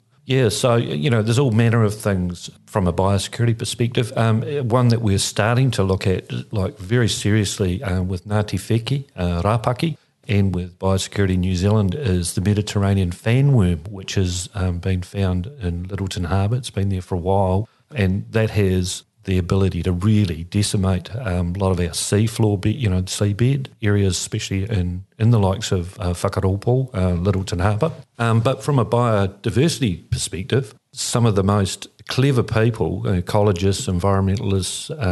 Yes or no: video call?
no